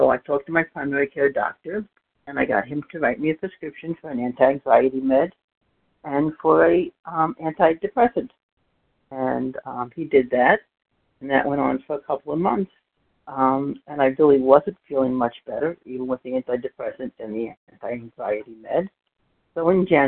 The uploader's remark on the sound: 100 Pounders Phone Meeting.